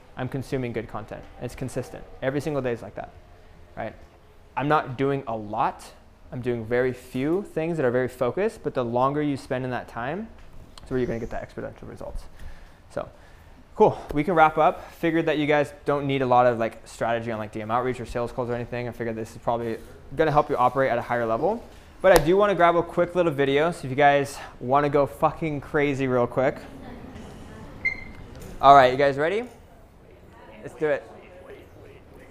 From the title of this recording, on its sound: Live Lecture PTBI Retreat 2021